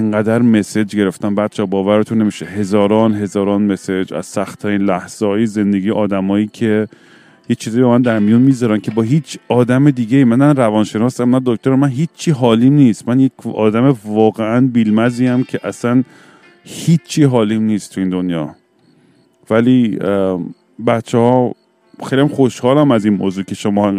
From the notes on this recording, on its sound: I was drunk and stoned under the stars and was rambling with my friend when I thought to myself, why don't I record said ramblings.